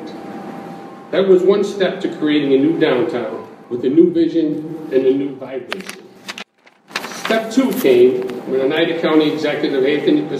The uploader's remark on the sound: tells the crowd at a pro-downtown hospital event at DoubleTree by Hilton Hotel Utica